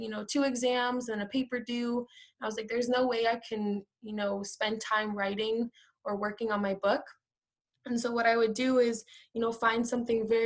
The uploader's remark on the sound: This is the audio from a virtual presentation